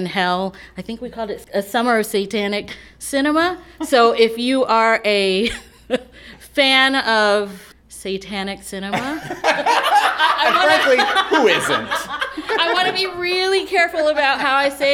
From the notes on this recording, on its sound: Next, a set of performances we held at the Green River Festival. Taking place in the Roundhouse in the middle of the Franklin County Fairgrounds, we cajoled a handful of the artists already performing at the festival to perform impromptu intimate performances and chat with us.